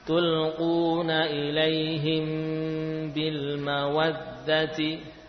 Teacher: Mim dibaca dengan gunnah yang panjang dan sempurna jika bertemu dengan ba. · Term: ikhfa syafawi